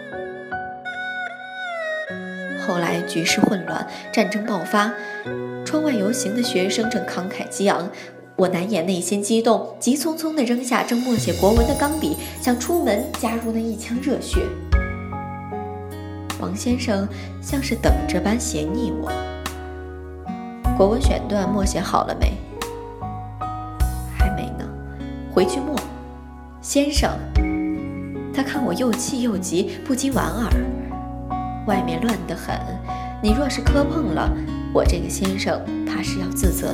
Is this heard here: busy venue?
no